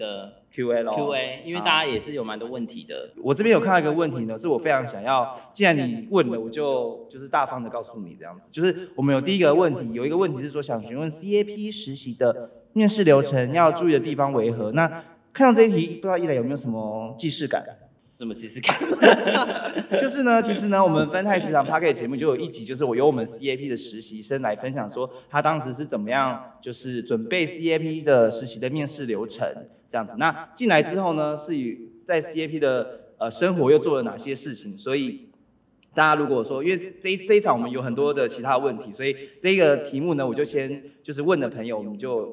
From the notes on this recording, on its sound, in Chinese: 本集特別集延續上次實體小聚交流第二場 —— 數據專場錄音！因為現場收音的關係，音質還請多多包涵。